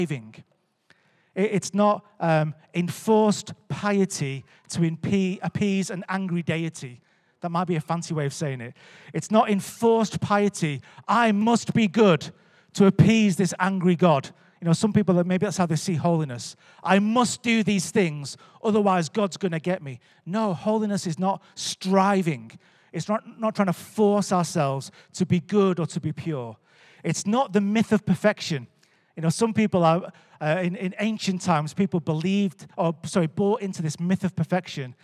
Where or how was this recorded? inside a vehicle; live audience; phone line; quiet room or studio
live audience